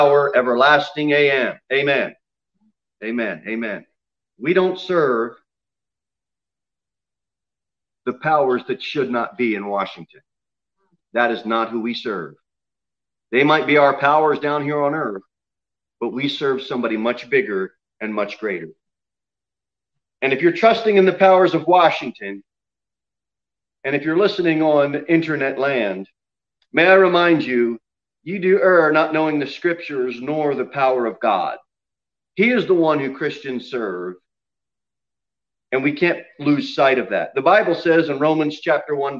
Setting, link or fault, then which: setting, large echoing room